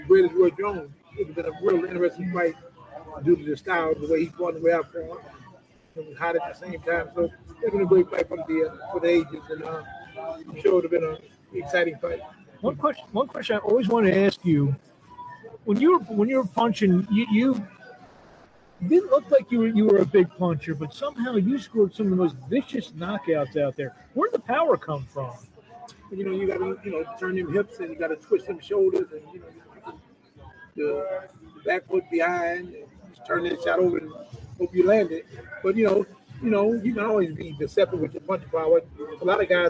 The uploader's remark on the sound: LIVE FROM ATLANTIC CITY BOXING HALL OF FAME